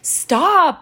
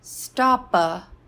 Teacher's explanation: you add a syllable onto the end of it to add drama or joy or excitement. So for example, stop. · Term: paragogy